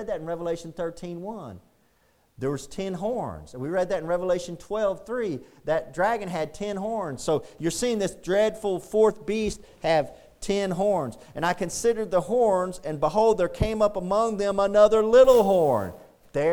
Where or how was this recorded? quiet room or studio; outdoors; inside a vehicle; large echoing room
large echoing room